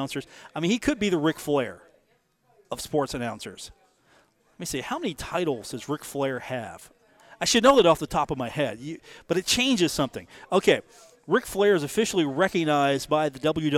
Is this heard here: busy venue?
yes